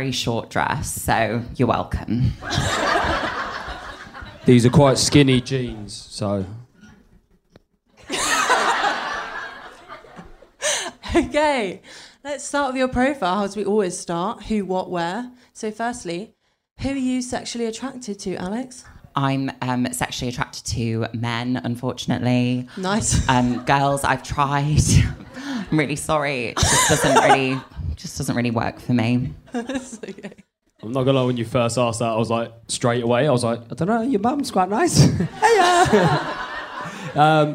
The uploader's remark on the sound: The recording of the LIVE Single Sounds show